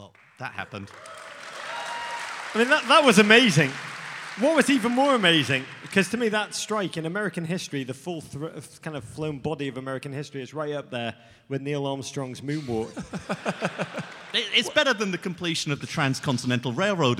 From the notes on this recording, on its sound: Live at MLS All-Star Week in Chicago. Live from Chicago's Harris Theater.